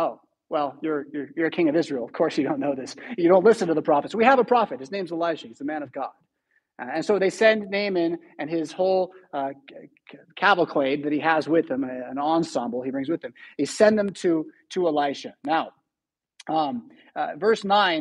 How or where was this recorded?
large echoing room